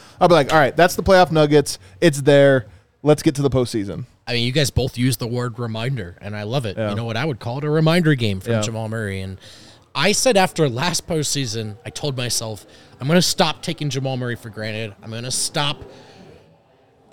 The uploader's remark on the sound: come to you LIVE from the DNVR Bar